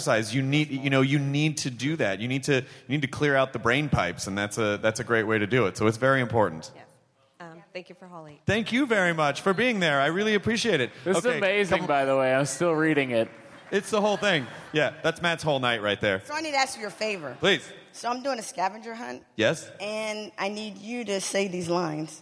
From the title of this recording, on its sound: Live from SDCC